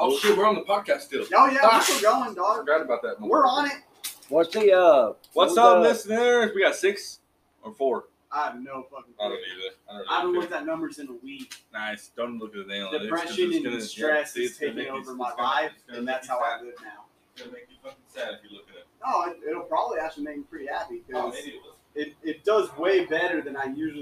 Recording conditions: poor sound quality